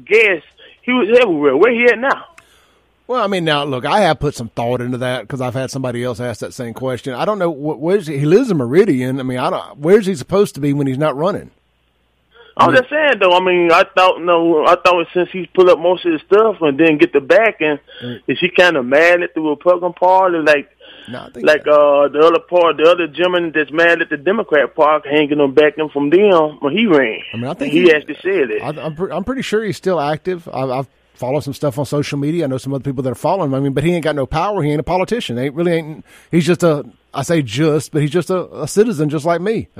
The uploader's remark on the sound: Calls in with the call of the day, he pisses off multiple other folks that call in to dispute his point.